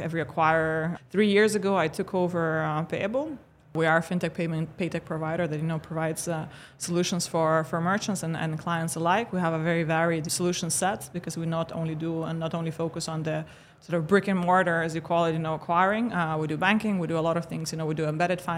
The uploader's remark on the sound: RegTalks LIVE at Money 20/20 Europe